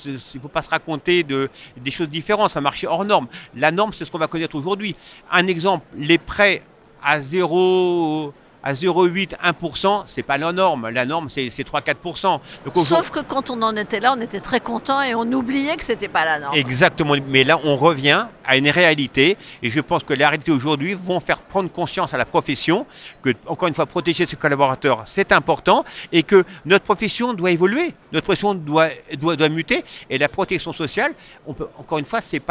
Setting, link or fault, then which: setting, busy venue